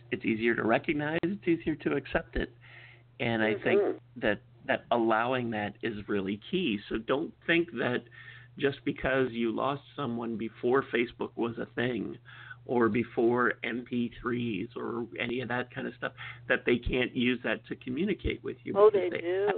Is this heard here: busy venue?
no